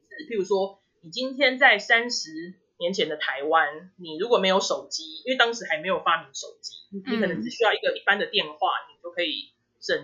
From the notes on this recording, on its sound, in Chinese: 由於為線上訪談，音質受網路狀況及技術層面影響，請多包涵。